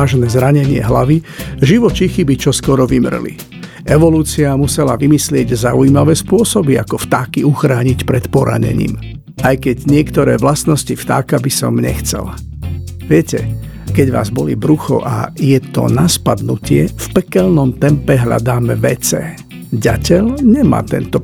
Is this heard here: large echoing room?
no